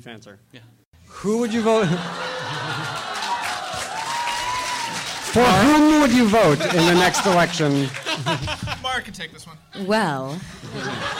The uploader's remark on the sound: Recorded at NY Comic Con